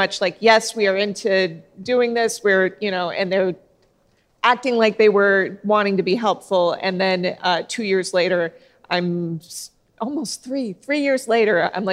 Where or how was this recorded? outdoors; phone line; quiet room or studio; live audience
live audience